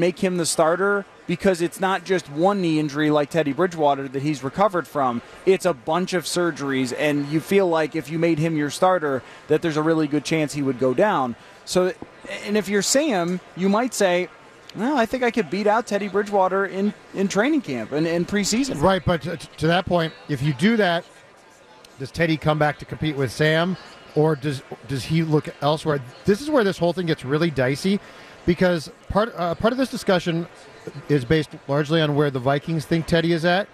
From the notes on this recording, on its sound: live from Radio Row all week